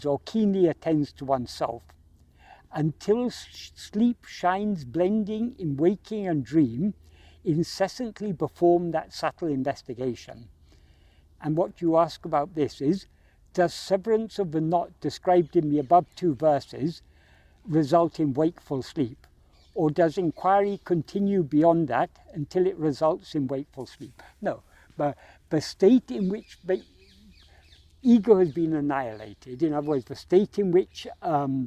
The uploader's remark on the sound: In this video filmed in Kensington Gardens on 23rd May 2023.